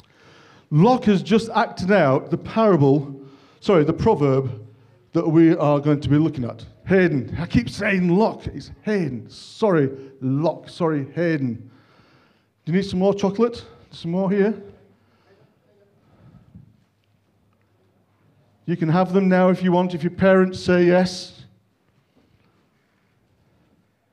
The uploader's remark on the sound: On 26th February 2023 at King's Church, Cockermouth. At King's Church, Cockermouth, as an audio file.